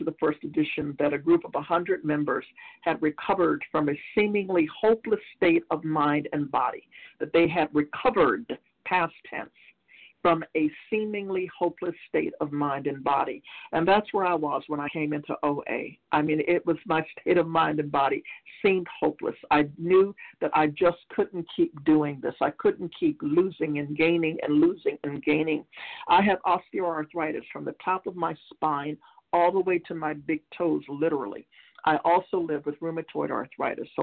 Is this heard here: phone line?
yes